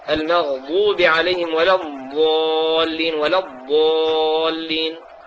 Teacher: والصحيح في الضاد أن تجعلها من إحدى الحافتين، بس خاصة الحافة اليسرى يكون أسهل، وتأتي بها رخوة